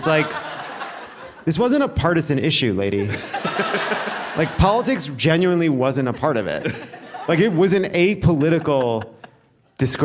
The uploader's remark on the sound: Live from Portland!